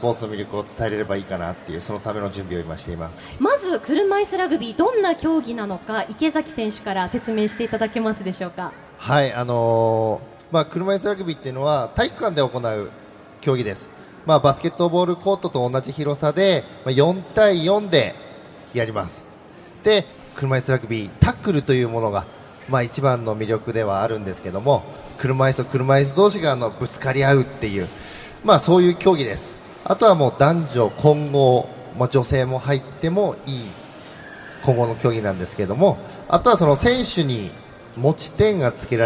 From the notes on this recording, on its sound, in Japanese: 東京・丸の内のマルキューブ 番組公開収録。